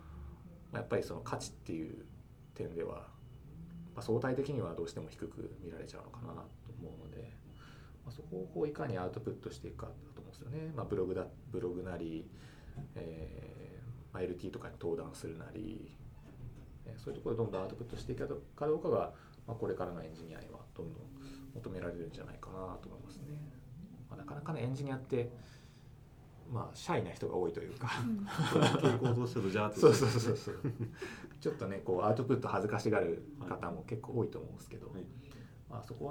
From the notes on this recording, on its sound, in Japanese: 貸し会議室で収録したため、隣の部屋のノイズが入っています。